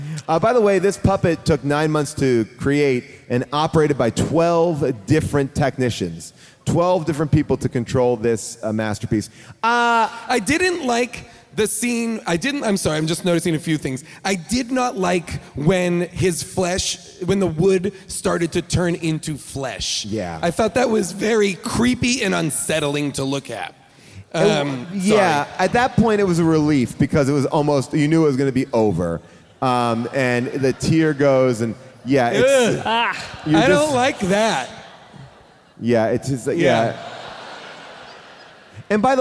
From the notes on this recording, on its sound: Live from The Chicago Theater